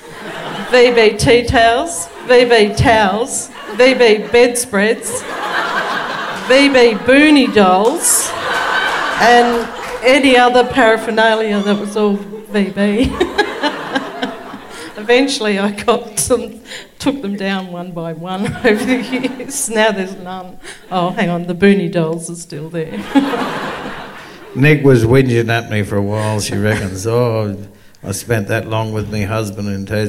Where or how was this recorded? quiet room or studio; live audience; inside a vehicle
live audience